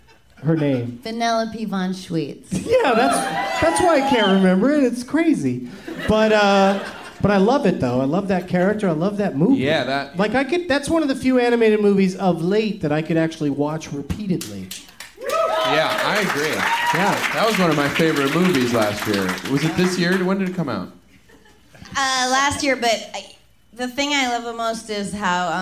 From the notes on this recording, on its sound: Live from Cinefamily